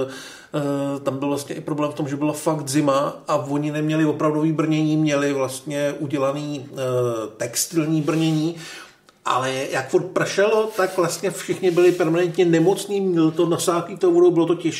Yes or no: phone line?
no